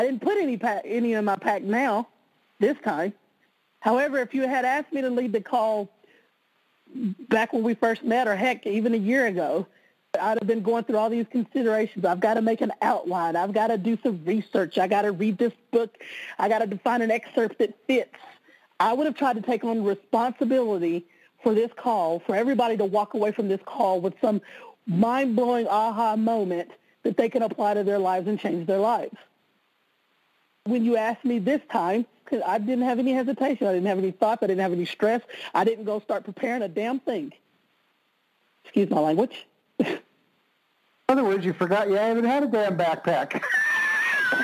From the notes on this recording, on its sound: conference-call based classes